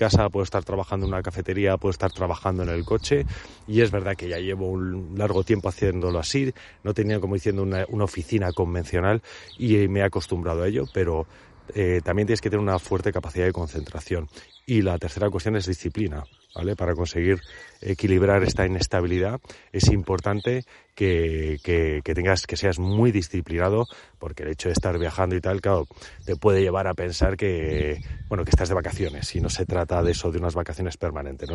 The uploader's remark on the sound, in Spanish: A través de esta grabación en plena inmersión en la naturaleza.